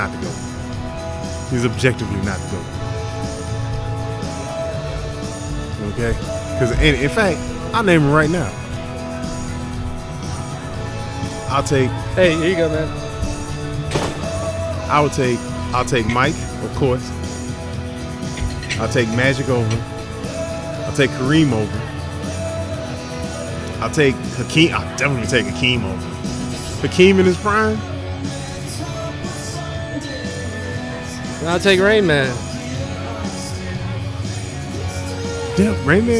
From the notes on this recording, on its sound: There were mics, there were drinks and a podcast was created from the best bar in the City of Austin.